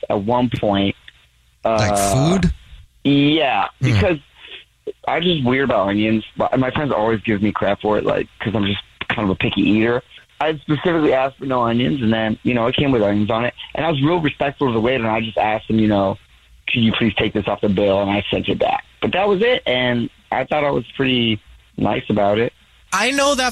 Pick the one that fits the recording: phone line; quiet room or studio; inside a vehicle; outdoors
phone line